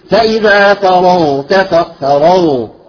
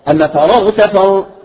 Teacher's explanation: إذا جاءت ساكنة احذر من قلقلتها، أعطيها زمن · Shown in: first take